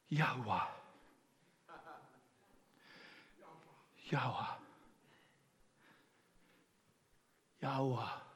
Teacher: So, and then the W-E-H, the last portion of it, is mostly silent.